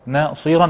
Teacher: نفخم الصاد ناصيرا ونراعي أن نرقق النون نعم. لأن بعدها مفخمين فقد يلتبس على البعض هذا ويفخم الصاد